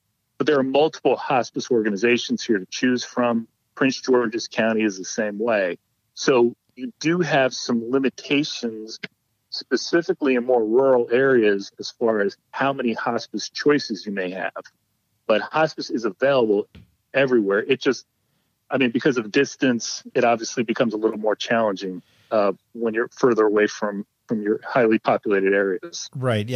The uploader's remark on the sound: joined us on the phone